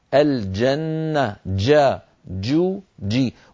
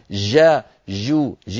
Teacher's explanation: الجيم الفصيحة صوتها محبوس شديد · Shown in: first take